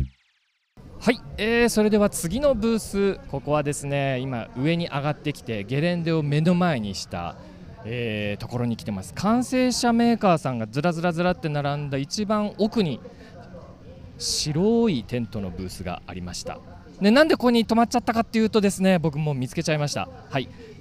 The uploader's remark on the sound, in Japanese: シマノバイカーズフェスティバル2023 ブース突撃訪問前編。収録地： 長野県諏訪郡富士見町 「富士見パノラマリゾート」。収録機材： ZOOM F3 (レコーダー)、AKG D5, C3000B（マイク）。